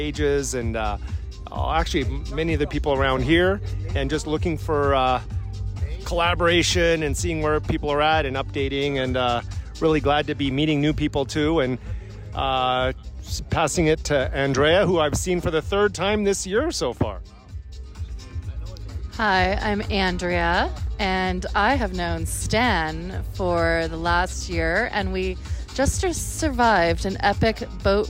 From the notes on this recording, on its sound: Live From Burning Man 2023. Hosts live from A Transformation Station, at Burning Man 2023.